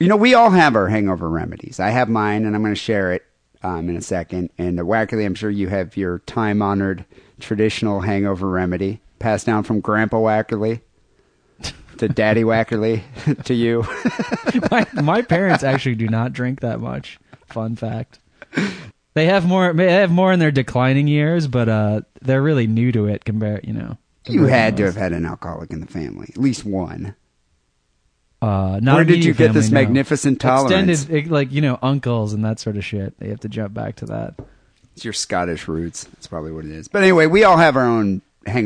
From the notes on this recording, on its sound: Phone calls to the SW Drunk Dial line.